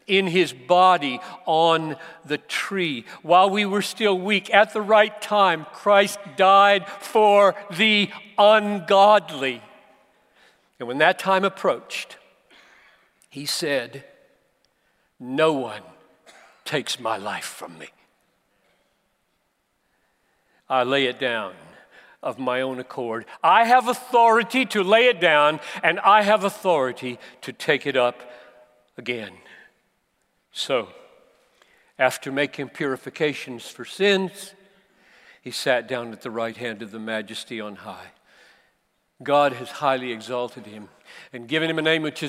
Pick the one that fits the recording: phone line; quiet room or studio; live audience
live audience